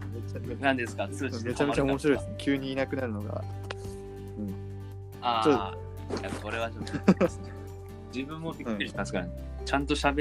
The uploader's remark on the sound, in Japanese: 通信エラー連発のギャグ回！？Anchor←このアプリで収録してます。